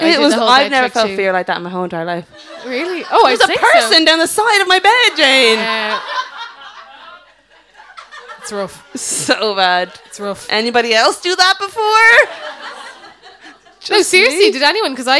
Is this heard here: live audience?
yes